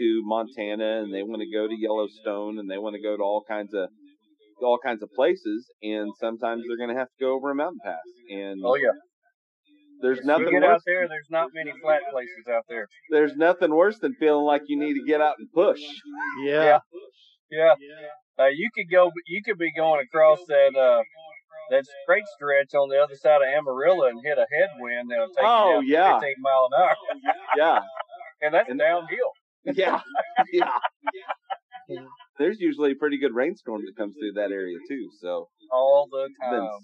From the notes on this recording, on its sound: All Over Overland LIVE radio Show. The quality of sound is not great as we were dealing with bad weather and worse connections.